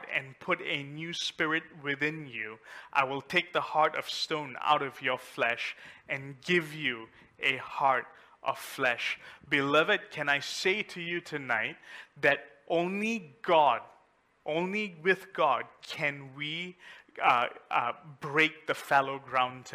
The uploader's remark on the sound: A message preached during our Mid week service